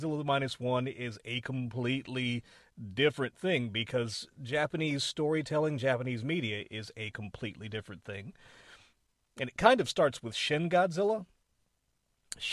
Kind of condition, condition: setting, inside a vehicle